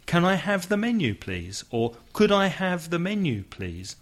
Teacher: So the voice goes up, which makes you sound more polite. · Term: intonation